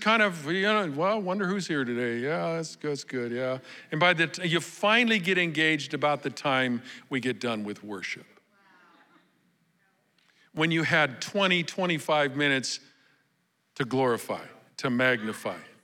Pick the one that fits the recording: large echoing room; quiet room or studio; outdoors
large echoing room